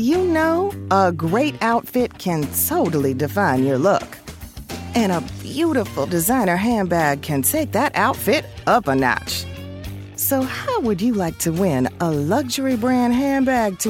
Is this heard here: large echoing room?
no